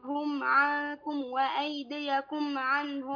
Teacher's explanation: النون التي بعدها كاف خالية من الحركة، معناها أنها تخفى في الكاف